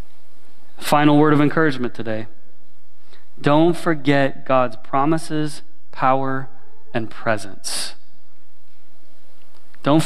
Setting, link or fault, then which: setting, large echoing room